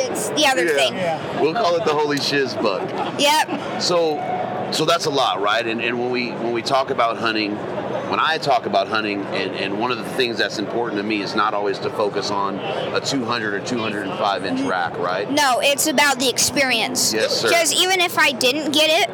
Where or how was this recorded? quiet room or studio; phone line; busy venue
busy venue